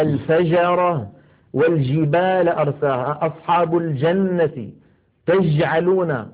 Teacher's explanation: مخرجها صحيح ولكن فاتها صفة من صفات الجيم الفصيحة وهي انحباس الصوت أي صفة الشدة · Term: جيم عامية